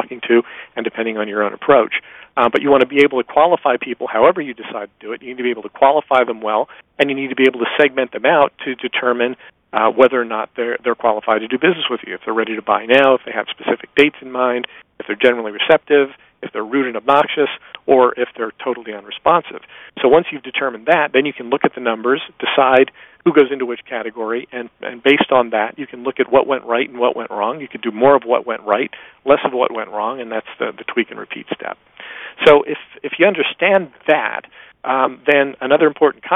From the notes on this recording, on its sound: excerpt from a live Top Secrets teleconference